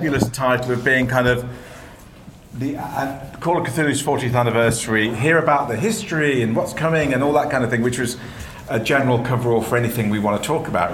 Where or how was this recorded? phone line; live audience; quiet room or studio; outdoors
live audience